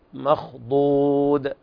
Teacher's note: وهنا نبين الضاد من الدال. مخضود، الخاء في المرتبة الثانية من التفخيم، والضاد تفخم وتخرج من إحدى طرفي من إحدى حافتي اللسان مع الأضراس العليا اليمنى واليسرى، والدال حكمها الانفتاح والترقيق.